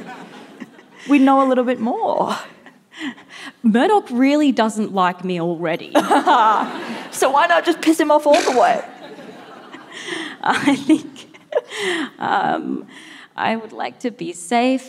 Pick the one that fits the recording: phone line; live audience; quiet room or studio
live audience